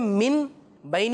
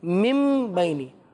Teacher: بھولے سے نون نہیں پڑھنا ادھر، میم ہی پڑھنا ہے · Shown in: second take · Term: اقلاب